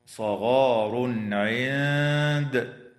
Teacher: ويظهر التنوين عند العين